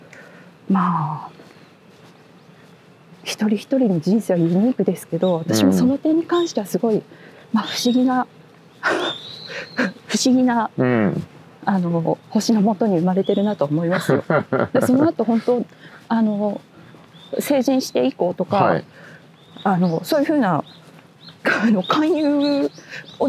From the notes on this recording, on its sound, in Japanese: 誰かと散歩しながら収録しております。駒場東大前から日本民藝館まで散歩しながらおしゃべり。